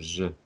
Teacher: Более такой дребезжащий, звенящий, ж.